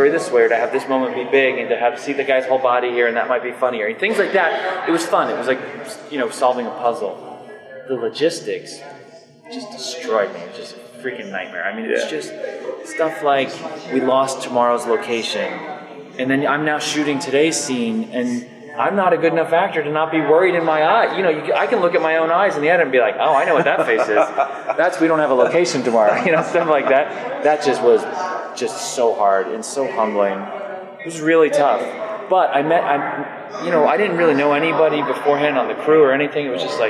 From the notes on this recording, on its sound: at a small cafe just outside of the Phoenix Film Festival